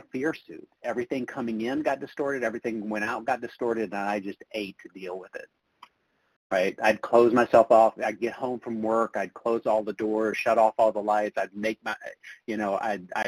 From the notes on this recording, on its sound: from the 100 Pounders Phone Meeting